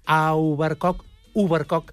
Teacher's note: I justament el diftong au tendeix a canviar a o